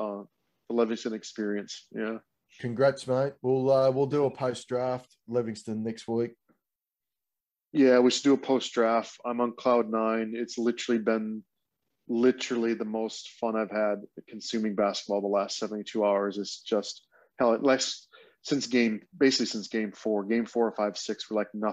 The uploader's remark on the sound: jump onto a Zoom call